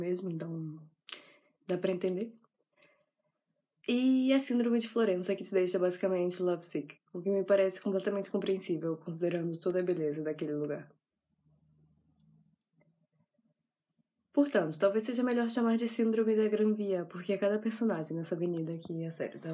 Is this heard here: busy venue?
no